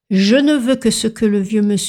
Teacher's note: spécial son E, où il faut arrondir les lèvres vers l'avant